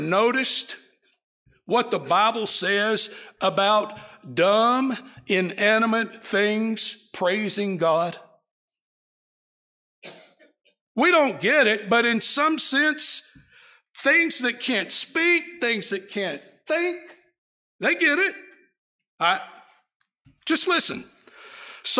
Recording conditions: large echoing room